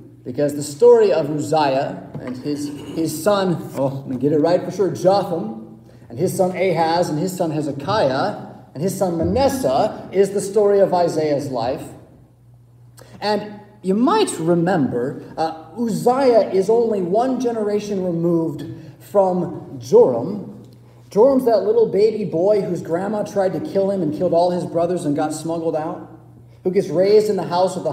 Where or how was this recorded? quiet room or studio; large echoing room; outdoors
large echoing room